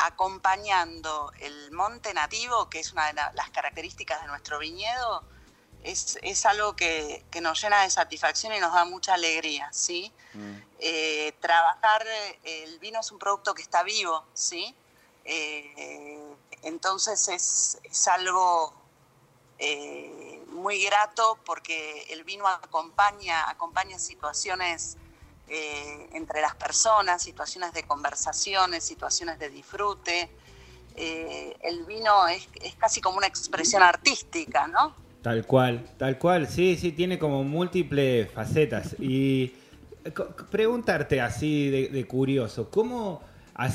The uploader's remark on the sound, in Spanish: Charla telefonica